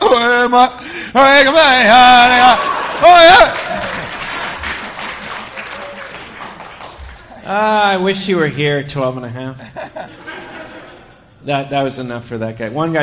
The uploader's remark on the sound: Live from Legends Mall.